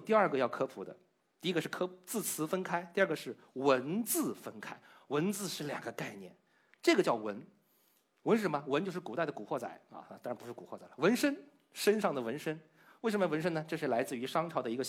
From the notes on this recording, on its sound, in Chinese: 经过与现场观众的互动，有四分之三的观众认为是时间短的意思，只有四分之一的观众回答出了正确答案“看不见”。